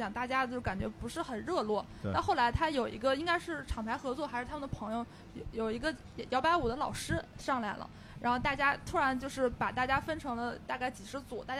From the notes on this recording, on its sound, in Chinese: 这是我在【声量】活动当天的第二场录制，是下午14点在阿那亚的BAR LOTUS。